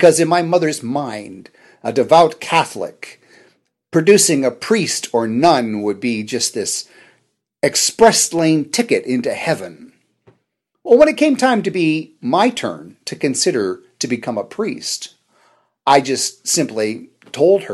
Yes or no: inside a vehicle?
no